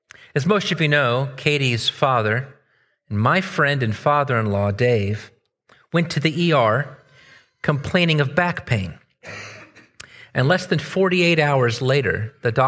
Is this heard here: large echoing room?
yes